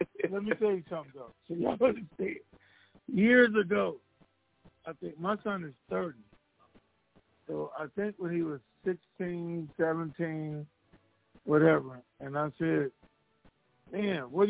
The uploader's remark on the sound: TNTSuperfantastic Conference Call.